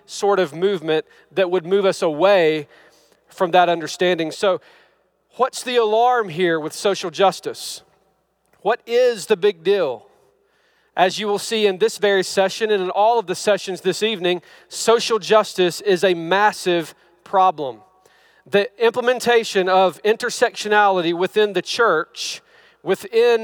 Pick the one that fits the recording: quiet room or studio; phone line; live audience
live audience